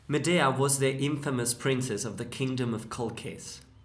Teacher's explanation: you will hear a more fricative H, that rolled R, and the rhythms of the Spanish more clearly